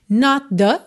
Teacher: junta num som só. O T final de not com o TH inicial de the.